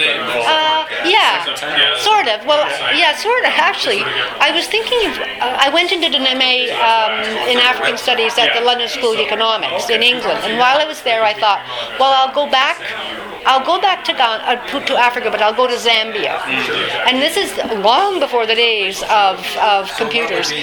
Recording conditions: busy venue